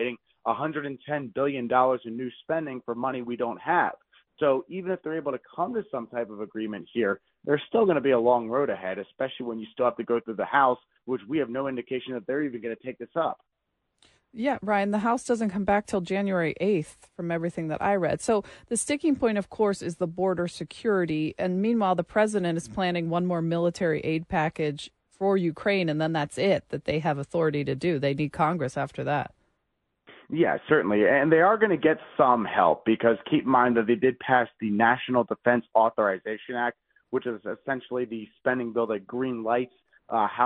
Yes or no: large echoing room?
no